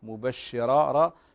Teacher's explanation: فنستعلي باللسان ونفخم الراء في الموضعين · Term: الراء المفخمة